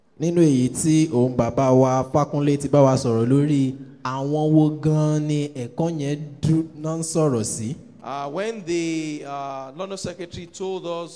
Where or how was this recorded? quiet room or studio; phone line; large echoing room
large echoing room